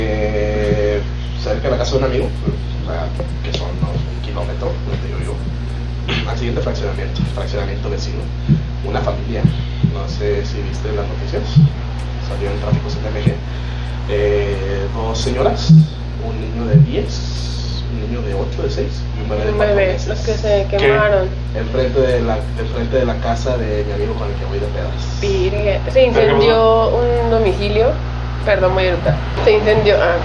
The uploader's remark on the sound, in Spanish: Sabemos que el audio es malo, estamos trabajando para solucionar eso lo mas pronto posible y también para dejar de golpear la mesa en cada frase que decimos